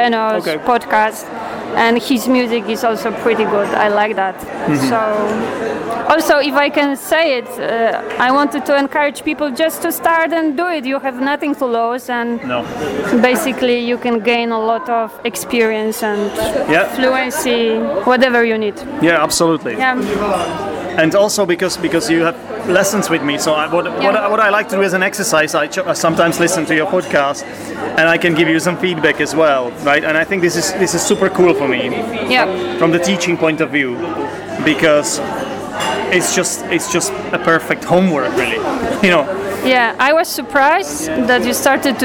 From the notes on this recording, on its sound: That changed when I went to Poland to visit a student of mine and a listener of this podcast. Did this podcast together in a cosy Polish pub, so prepare for some background noise.